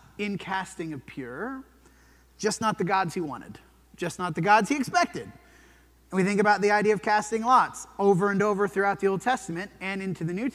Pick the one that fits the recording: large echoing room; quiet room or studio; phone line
large echoing room